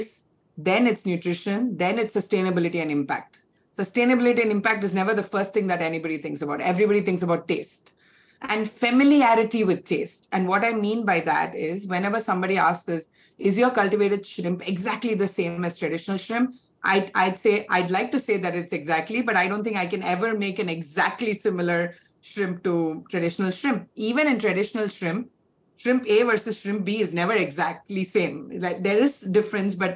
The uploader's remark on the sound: This episode was recorded as part of a webinar series by the City University of Hong Kong in partnership with Green Queen Media.